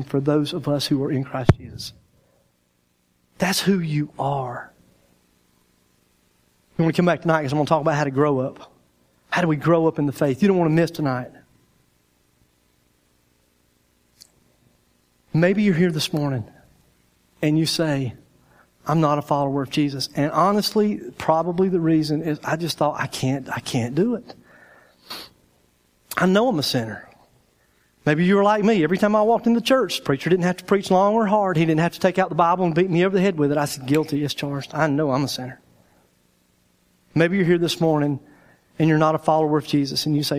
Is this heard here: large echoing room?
yes